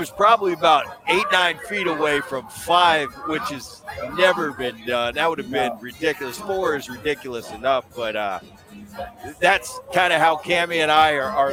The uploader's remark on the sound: live from T-Mobile Park in Seattle